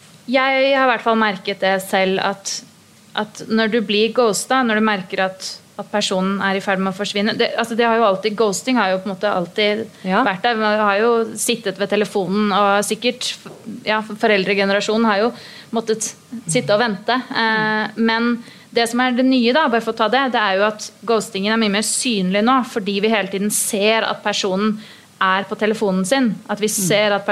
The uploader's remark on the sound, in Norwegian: live på Ingensteds i Oslo